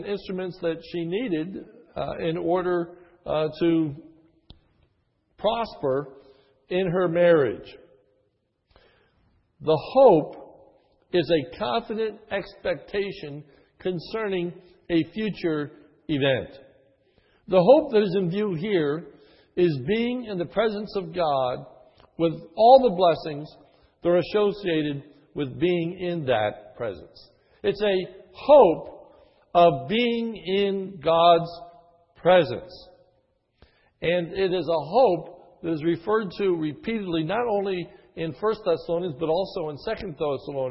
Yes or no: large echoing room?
yes